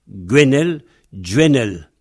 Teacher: avec l'accent au début, avec deux N, donc le E, bref